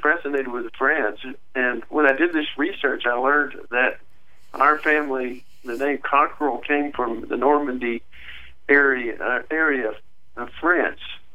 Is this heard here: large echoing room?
no